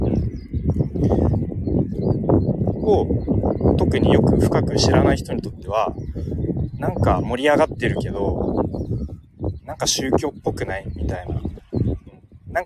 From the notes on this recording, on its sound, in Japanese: 歩きながら公開収録をしました。